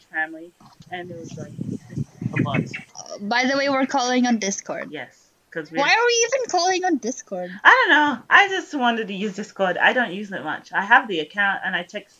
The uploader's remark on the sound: The audio in this episode may not be stellar.